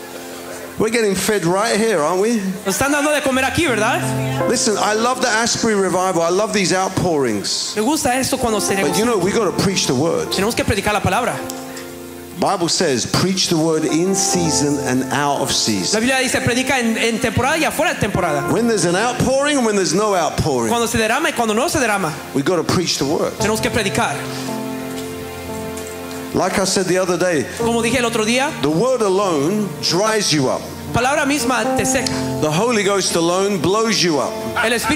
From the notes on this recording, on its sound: This was recorded at a ReviveBoston gathering in April 2023.